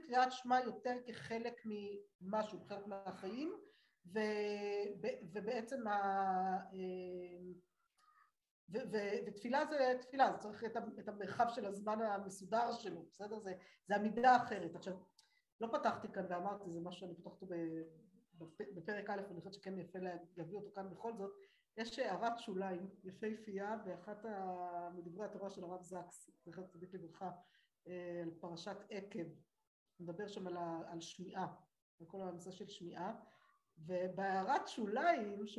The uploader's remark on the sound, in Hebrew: השיעור הוקלט באמצעות תוכנת הזום